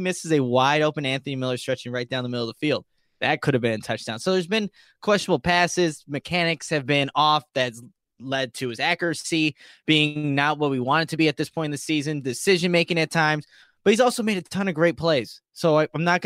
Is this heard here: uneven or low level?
no